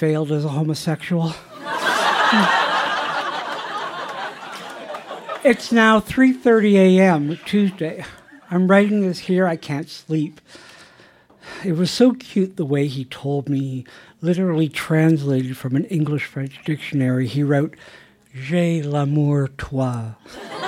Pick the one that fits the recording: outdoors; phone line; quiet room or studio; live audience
live audience